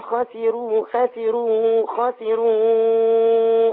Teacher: الراء اللي هترقق لورش دي لا تتأثر بها الخاء، يعني الخاء خاسروا.